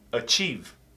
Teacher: Não é achieve nem achieve. É um som do schwa nesse A. Ter o schwa com o início de frase ou início de sílaba é muito comum.